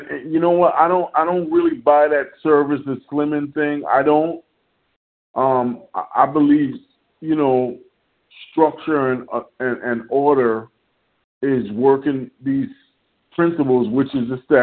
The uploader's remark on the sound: 100 Pounders Phone Meeting, 11/11/23